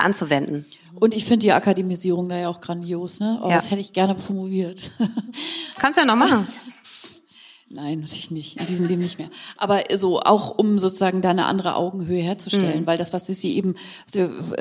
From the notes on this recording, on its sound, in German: Der Live-Podcast. Zum Buchrelease ein Event im Pfefferberg Theater gemacht.